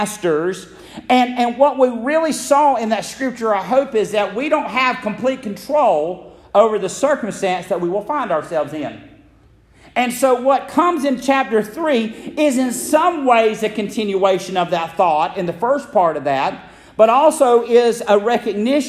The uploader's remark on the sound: Message originally delivered at Friendship Baptist Church in Metcalf, GA.